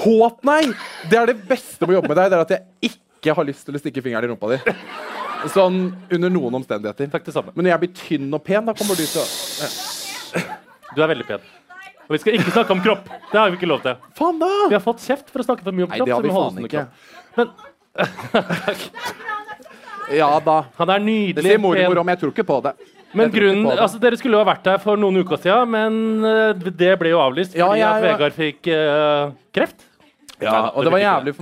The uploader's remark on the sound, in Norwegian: Livepodcast på Hvaskjer i Oslo. God stemning.